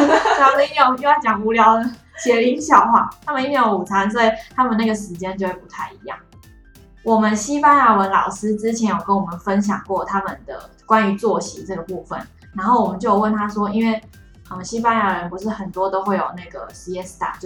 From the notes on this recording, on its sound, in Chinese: 此集錄製回音較重，敬請大家見諒